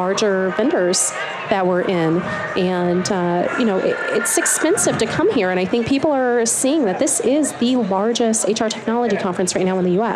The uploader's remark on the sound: LIVE from Las Vegas, at #HRTechConf.